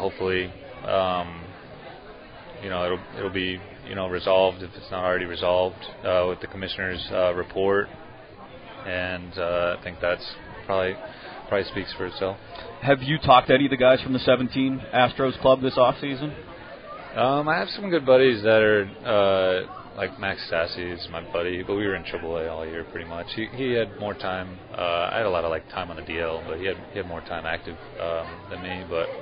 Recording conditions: busy venue